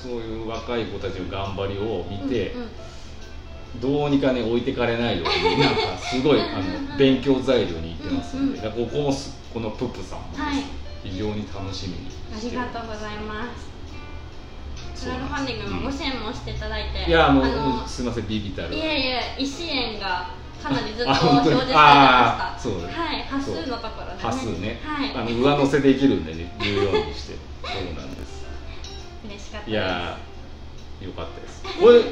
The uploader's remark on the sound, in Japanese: ネオ喫茶ププさんでの収録しました。